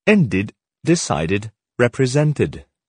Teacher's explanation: They are pronounced with id, and they are one syllable longer than their infinitive forms.